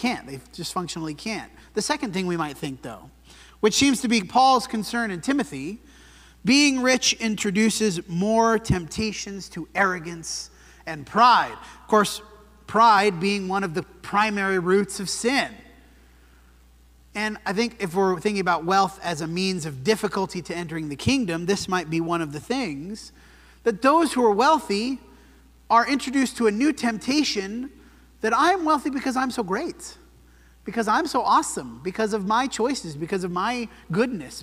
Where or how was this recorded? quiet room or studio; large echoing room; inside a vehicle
large echoing room